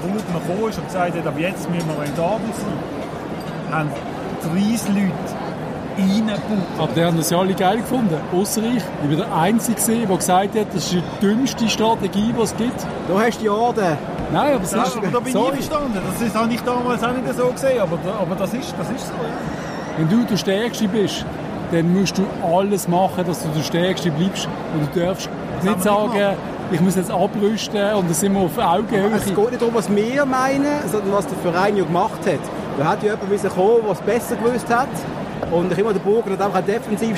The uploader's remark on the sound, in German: Diese Folge wurde aufgenommen in der gut besuchten Markthalle in Basel. Und, smart wie wir sind, haben wir den wohl lautesten Tisch im Zentrum des Geschehens ausgesucht. Trotz der Geräuschkulisse.